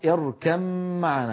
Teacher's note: المخارج للشفتين الواو باء ميم، فلذلك أغلب العرب يقولون اركم معنا، يدغمون الباء في الميم يعني يحولون الباء إلى ميم وينطقون ميما مشددة